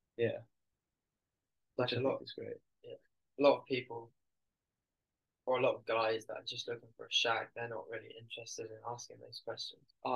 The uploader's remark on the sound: Apologise about the quality of the audio as it kept jumping in and out.